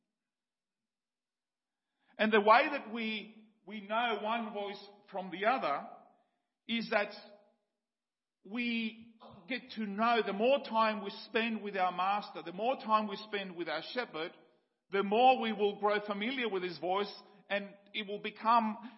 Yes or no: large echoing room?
yes